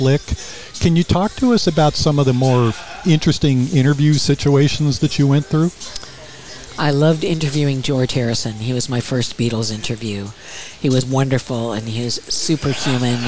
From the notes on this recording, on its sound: Recorded in Palm Desert at Skip Paige’s Little Bar – the Center of the Coachella Valley Universe.